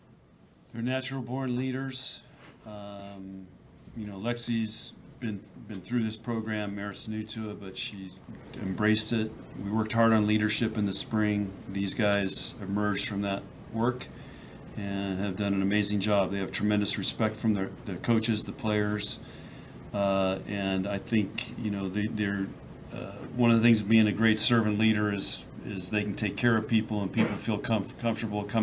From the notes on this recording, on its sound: Nebraska NCAA Volleyball Regional Final Press Conference.